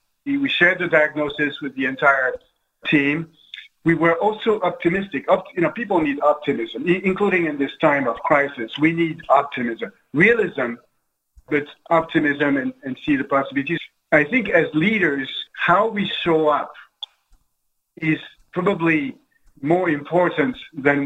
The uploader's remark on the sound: This interview was recorded at the 2020 Global Business Leaders Forum, which was held online.